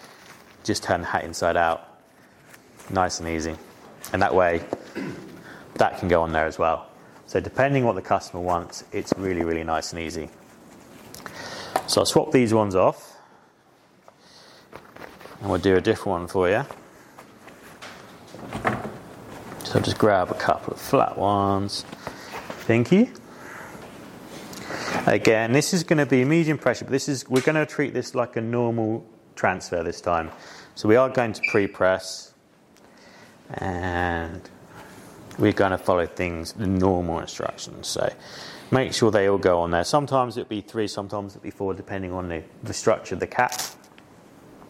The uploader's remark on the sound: Headwear LIVE 2023. LIVE talk from their Headwear Event on June 28th.